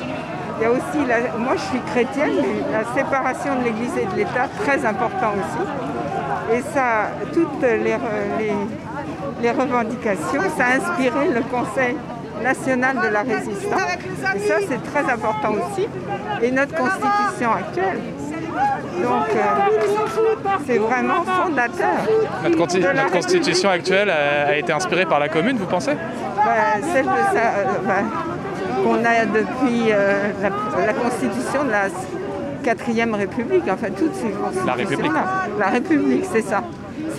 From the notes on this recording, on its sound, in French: Les amis de la Commune ont organisé une marche commémorative dans Paris. Captations sonore de cette déambulation urbaine.